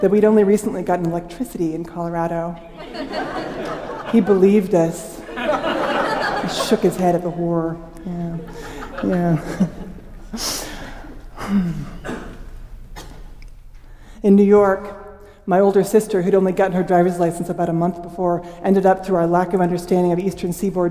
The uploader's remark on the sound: Paragraphs were shifted out of their natural order to work with the music, and the orchestral arrangements were shuffled and modified to jive with the beats of the story. This story was originally recorded at Augustana Arts.